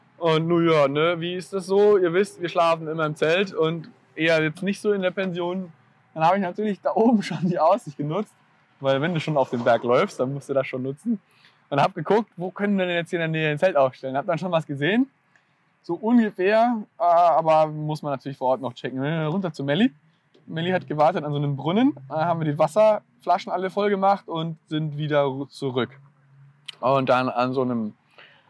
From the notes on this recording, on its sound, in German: Da das ganze ja live auf der Parkbank und nicht in einem "ruhigen Tonstudio" aufgenommen wurde, gehören ein paar Nebengeräusche einfach mit dazu ;)